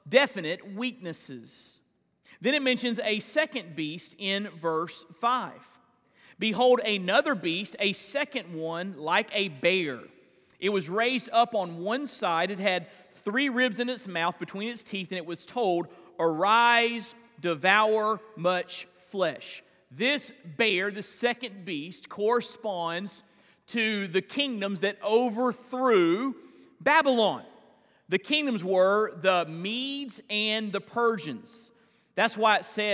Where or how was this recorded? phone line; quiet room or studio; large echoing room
large echoing room